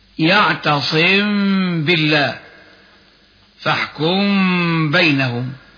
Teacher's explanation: الحال الاولى ان يقع بعدها حرف الباء فحكمها حينئذ وجوب الاخفاء مع بقاء الغنة بمقدار حركتين، اي اخفاء الميم قبل الباء مع الغنة